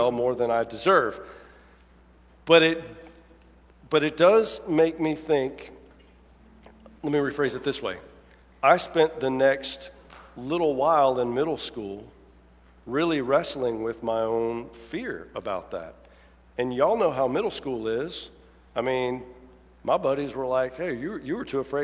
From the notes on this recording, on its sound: Preaches from Luke 1:26-38 at the 11:00 traditional service. Alabaster First United Methodist Church.